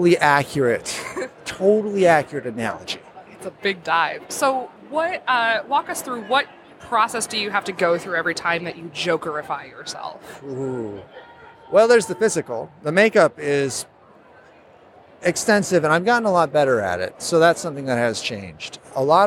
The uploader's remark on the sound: Live from C2E2